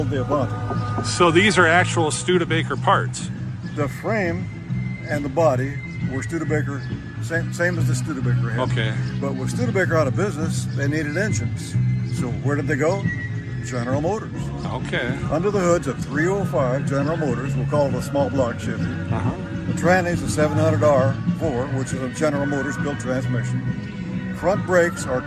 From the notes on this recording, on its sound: Takes you to the sights and sounds of the Corn Country Cruisers May 13, 2023, Cruise-In on the town square in Washington, Iowa!